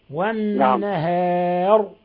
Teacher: الهاء والألف ترقق والراء تفخم